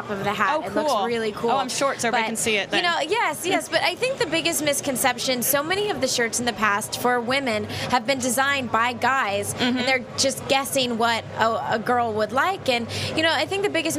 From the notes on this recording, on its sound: Coming to you live from the Sandtroopers.com booth on the convention floor